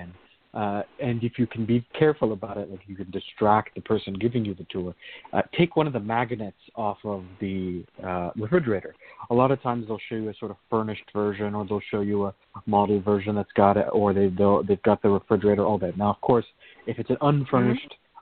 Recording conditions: phone line